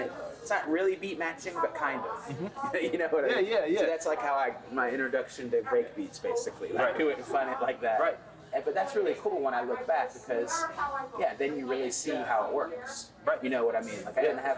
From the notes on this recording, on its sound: NFT.NYC was a spectacular occasion. The noise in the background of this conversation is representative of the, at times chaotic, fervor and energy that powered this amazing conference, at the beginning of November.